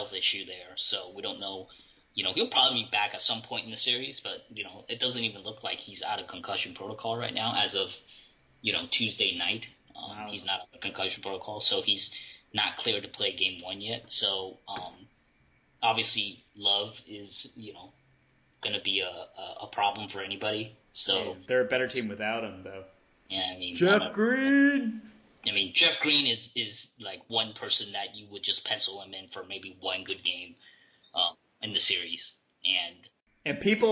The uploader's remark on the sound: Apologies for the sound for the past two episodes as I am mid-move.